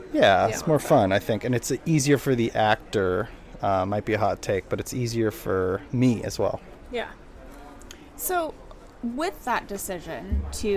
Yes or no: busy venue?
yes